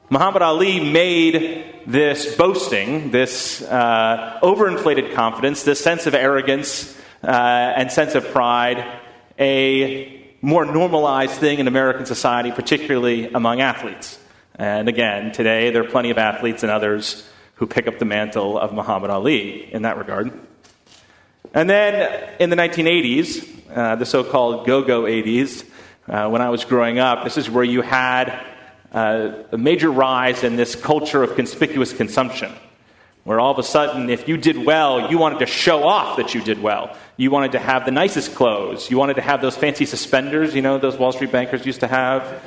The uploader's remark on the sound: at First Congregational Church of Houston